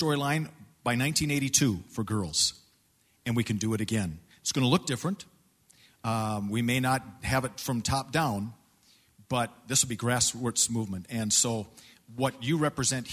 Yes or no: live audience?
yes